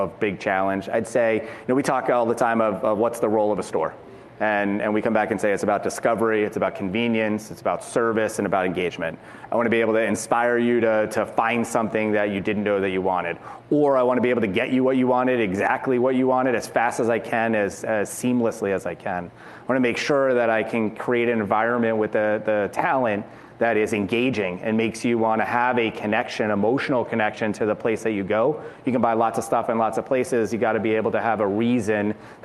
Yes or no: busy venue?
yes